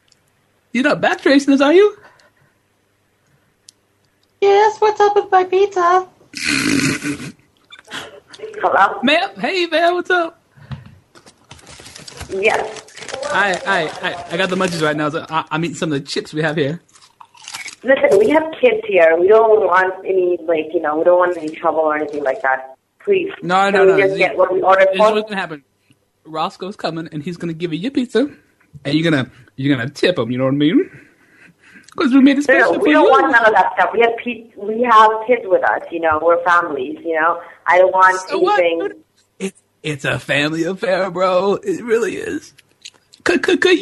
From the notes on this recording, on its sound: Prank Phone Calls